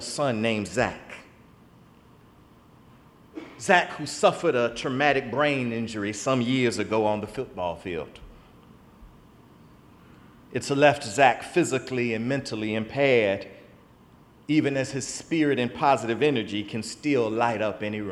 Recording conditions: large echoing room